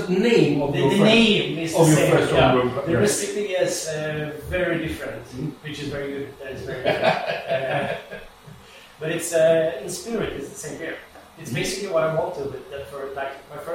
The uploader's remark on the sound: Sorry about the bad sound in this episode. The equipment failed us this time. We've tryied to claen up the sound as much as possible, but....